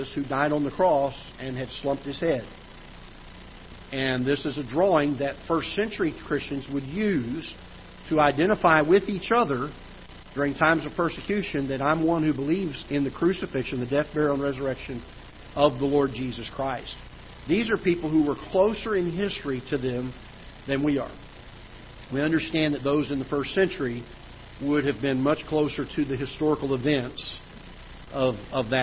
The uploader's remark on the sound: Ketha Heights Baptist Church ~ Live Broadcast